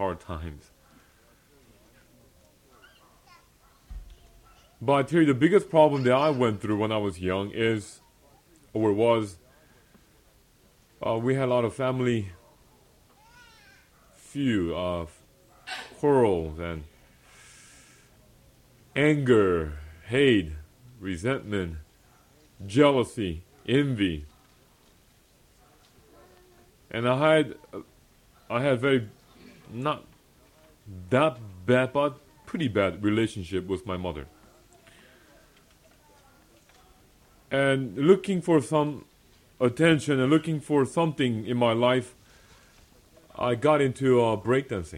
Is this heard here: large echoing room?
yes